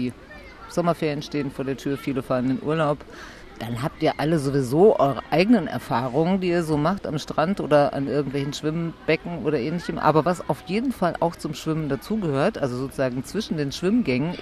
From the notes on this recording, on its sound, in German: Als Ort unseres Podcasts haben wir uns diesmal das schöne Sommerbad Wuhlheide ausgesucht - und es sogar geschafft, VOR der Aufnahme schwimmen zu gehen: Im trotz Sanierung immer noch herrlich hellblau gekachelten 25-Meter-Becken.